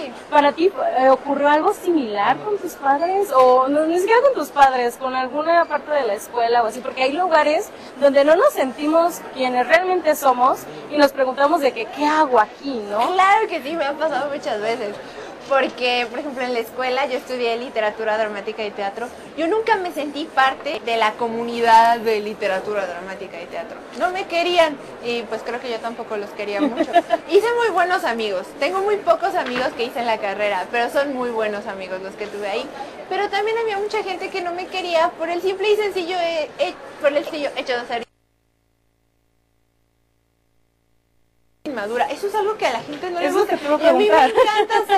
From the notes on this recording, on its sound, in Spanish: Sala VIP. En vivo desde la FIL.